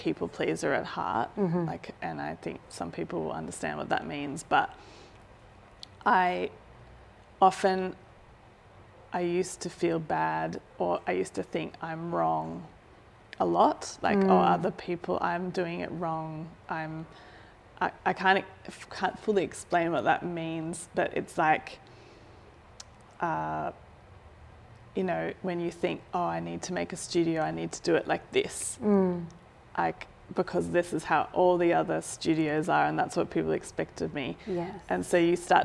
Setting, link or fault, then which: fault, sounds in the background